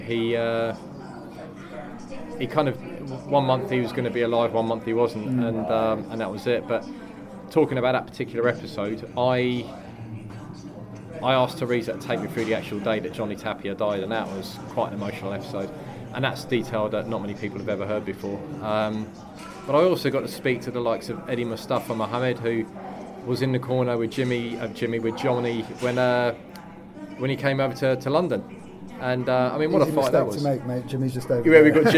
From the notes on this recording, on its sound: Live from Peacock's Gym. We went down to Peacock's Gym immediately after Inoue v Donaire.